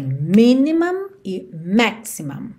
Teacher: E as sílabas tônicas são as primeiras nessas duas palavras. Então você tem minimum e maximum, ok?